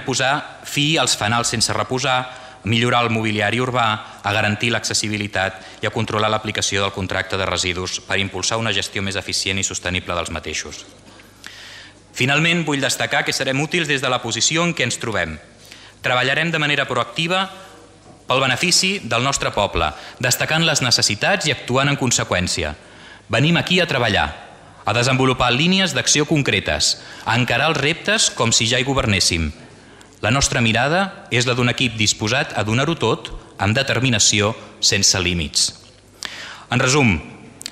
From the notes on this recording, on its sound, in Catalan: Transmissió en directe del Ple Municipal de l'ajuntament de Vilassar de Mar